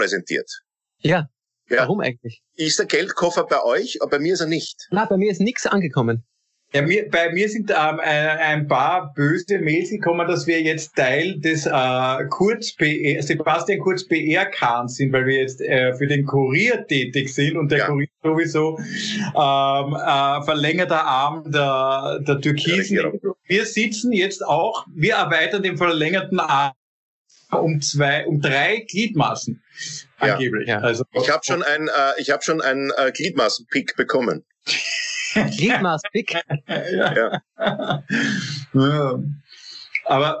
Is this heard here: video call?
yes